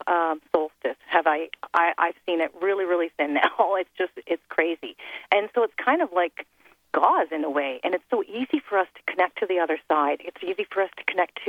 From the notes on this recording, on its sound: LET'S OPEN THE PHONE LINES and do a TOTAL call-in show